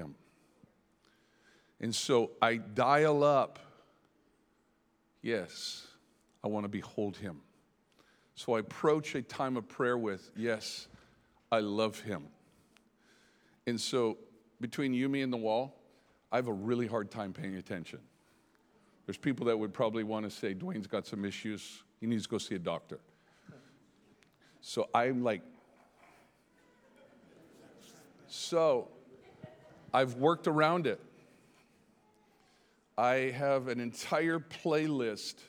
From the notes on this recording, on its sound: Here is an excerpt from the Behold Conference hosted in Tauranga, New Zealand.